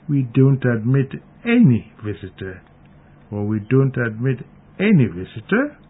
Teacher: Note also that the stressed word any is accompanied by the rising intonation generally.